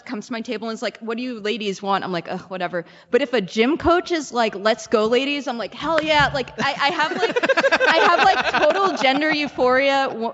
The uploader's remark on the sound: Live from the MN Council of Nonprofits Conference. We had the pleasure of recording live at the Minnesota Council of Nonprofits Annual Conference, which was held in Duluth.